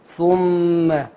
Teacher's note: وعندنا الميم طبعا تغن حركتين